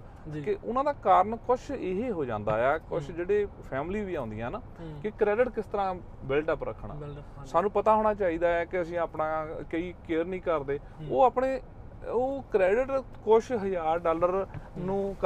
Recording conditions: inside a vehicle